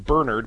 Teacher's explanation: I got into the habit of saying Bernard, putting the accent on the first syllable, because if you say Bernard, so many people immediately think of you know, the dog rather than the church history behind it.